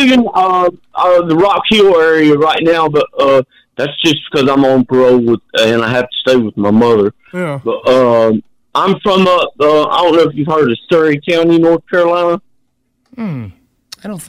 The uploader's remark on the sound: OPEN PHONES